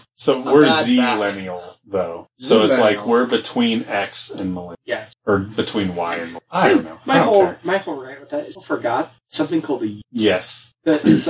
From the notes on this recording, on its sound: Sadly the audio failed